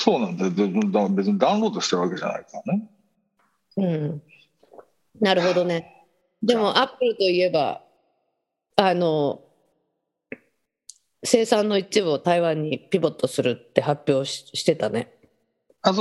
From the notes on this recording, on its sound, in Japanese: 本音声はビデオ会議サービス「Zoom」を使用し収録しています。一部聞き取りづらい箇所があります。